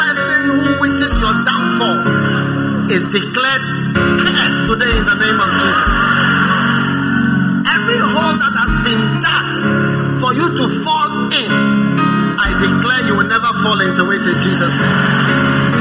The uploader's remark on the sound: Preached at the First Love Center, Accra.